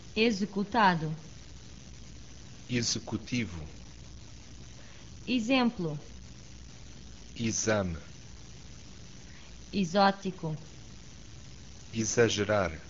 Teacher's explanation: In words beginning with EX before a vowel, the X is pronounced Z.